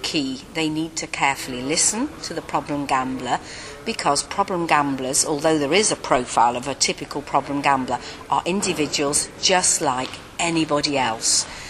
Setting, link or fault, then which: setting, busy venue